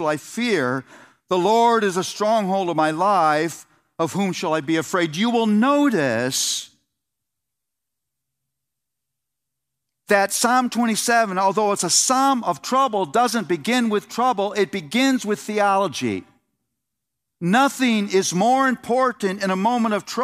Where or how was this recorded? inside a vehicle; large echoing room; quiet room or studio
large echoing room